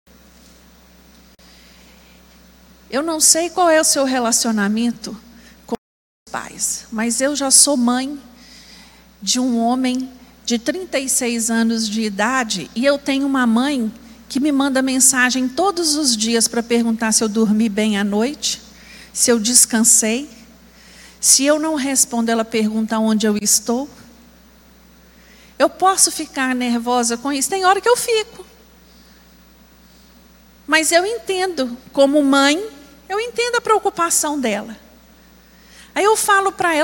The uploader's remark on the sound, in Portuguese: Escola Bíblica Dominical. Transmissão ao vivo do Culto de Adoração ao nosso Deus, realizado na Igreja Batista Moriá.